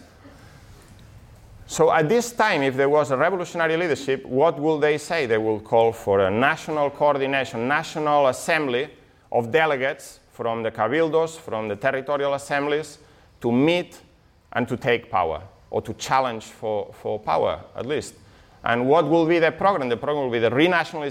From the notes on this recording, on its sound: this talk from Revolution Festival 2019